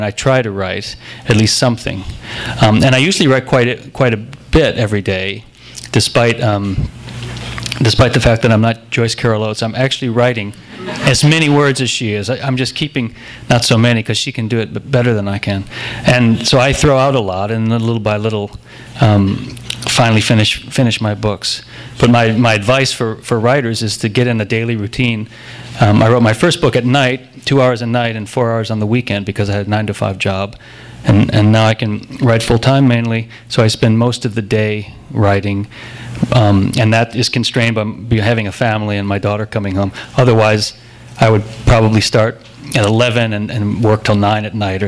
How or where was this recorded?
live audience